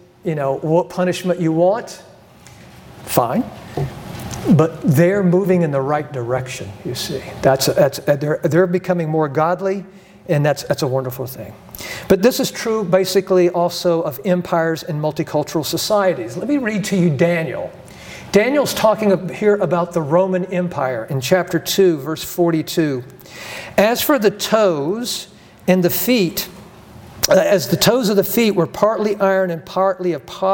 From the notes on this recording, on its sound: presents for the third session at the Be Not Conformed Conference in June of 2023